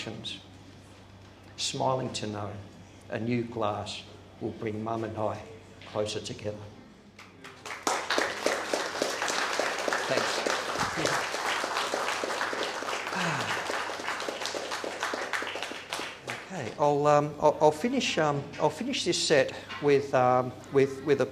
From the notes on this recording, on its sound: Today’s show is a recording of a live reading. Cherry Poets in Cremorne.